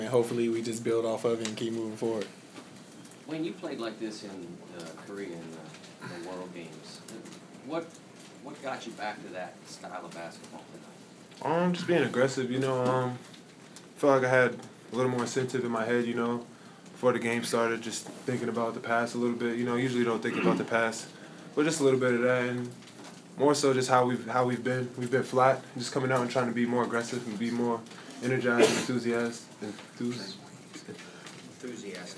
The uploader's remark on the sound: Press Conferences & Post-Game Interviews. At Allen Fieldhouse.